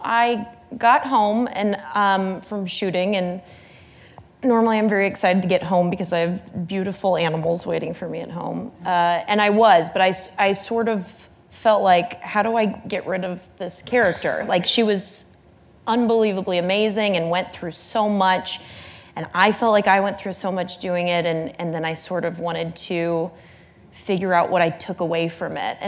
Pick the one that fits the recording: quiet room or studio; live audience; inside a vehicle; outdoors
live audience